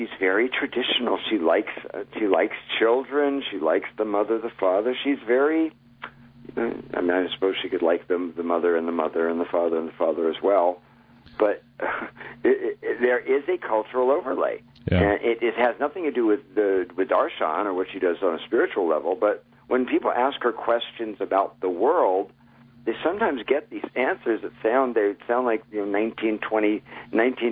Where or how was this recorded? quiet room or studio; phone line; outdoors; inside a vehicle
phone line